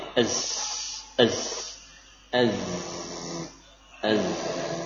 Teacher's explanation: Coba diperpanjang suara ini. Az. Az. Tidak bercampur antara za sin.